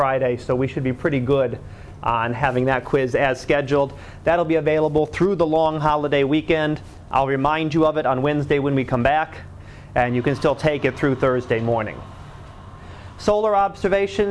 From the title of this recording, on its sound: Live Class Lecture